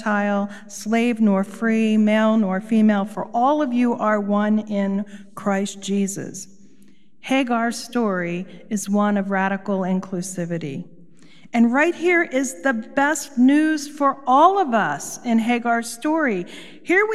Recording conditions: large echoing room